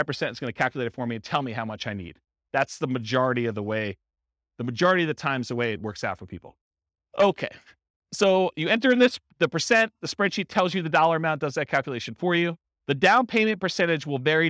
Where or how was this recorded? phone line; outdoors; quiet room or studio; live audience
live audience